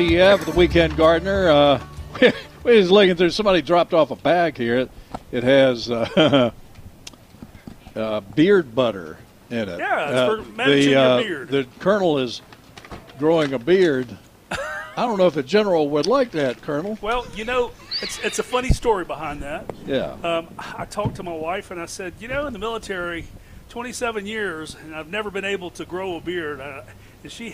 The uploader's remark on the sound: broadcasting live from the North Carolina State Farmers Market